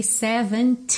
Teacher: a sílaba tônica de todos esses números com teen no final é justamente essa sílaba final